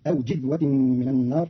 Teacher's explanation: قرأ قالون كلمة جذوة بكسر الجيم فتصير أو جذوة من النار